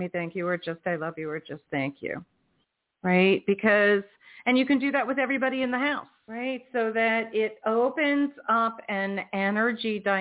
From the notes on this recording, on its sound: in response to callers' questions